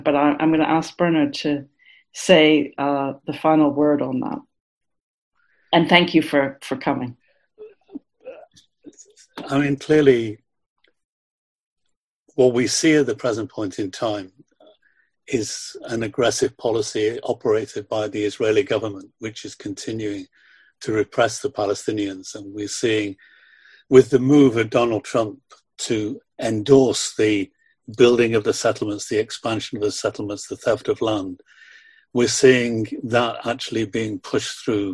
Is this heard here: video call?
yes